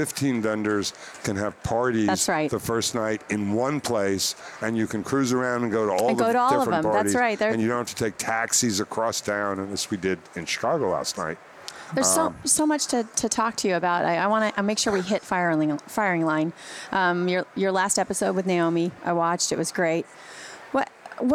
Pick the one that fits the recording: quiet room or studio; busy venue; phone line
busy venue